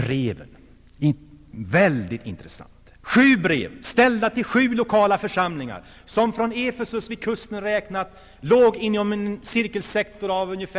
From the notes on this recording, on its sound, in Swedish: Inspelad i Saronkyrkan, G&#154;teborg 1984-09.